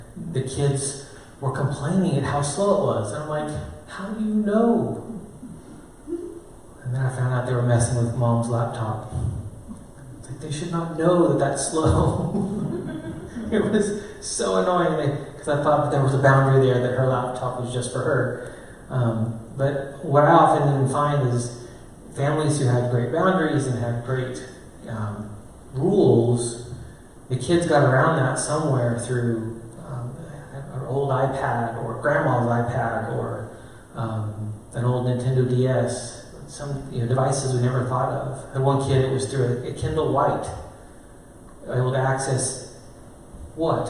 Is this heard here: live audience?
yes